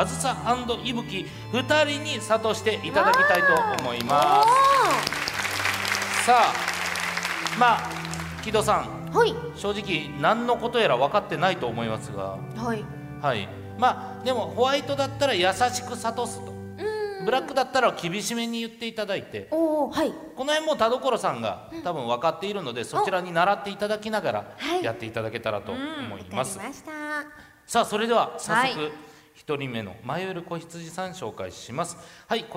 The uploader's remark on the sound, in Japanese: イベント公開収録。